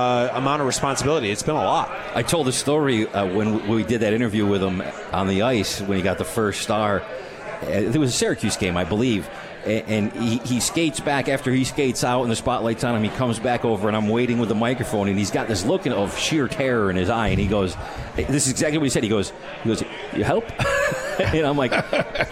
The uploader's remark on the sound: live from The 72 Tavern